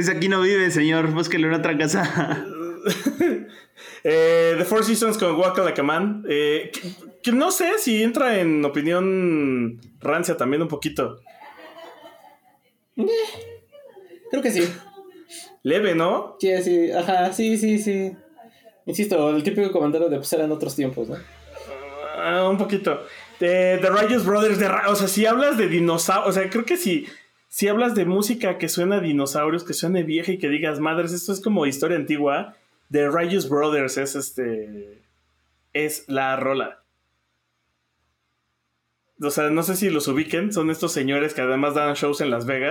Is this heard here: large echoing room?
no